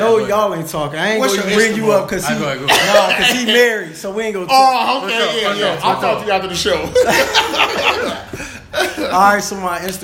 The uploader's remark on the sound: We also want to thank our first Studio Audience!